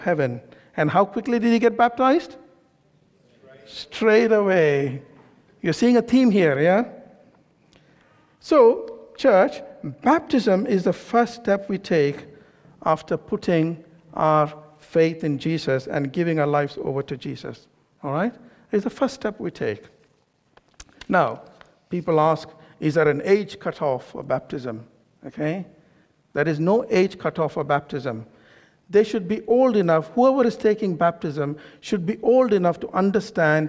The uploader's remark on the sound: This sermon was recorded on Sunday 24th September 2023 at our Great Denham venue.